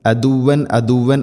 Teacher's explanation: ഐൻ തൊണ്ടയുടെ മധ്യഭാഗം